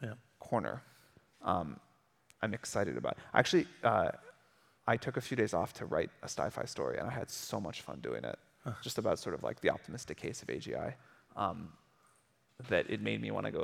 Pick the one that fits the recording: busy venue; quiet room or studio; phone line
busy venue